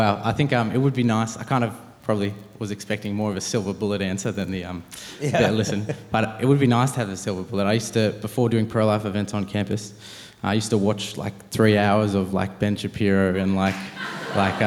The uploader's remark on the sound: a special live filming of Pints with Aquinas at the Purpose Conference 2023